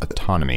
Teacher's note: you stress the second syllable, autonomy